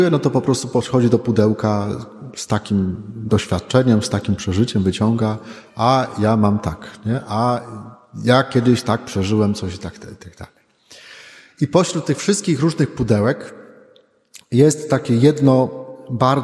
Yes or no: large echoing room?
yes